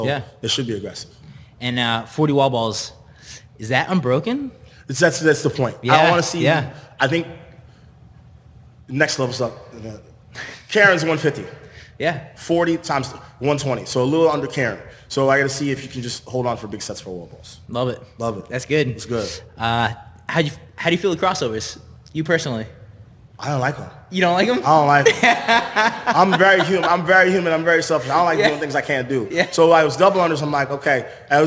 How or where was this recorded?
live audience